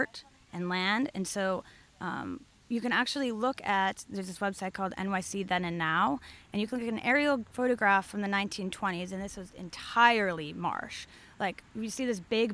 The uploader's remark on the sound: This program was recorded at Gebhard's Beer Culture Bar in Manhattan. This program was recorded at Gebhard's Beer Culture Bar in Manhattan.